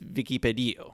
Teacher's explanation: the emphasis on the second to last vowel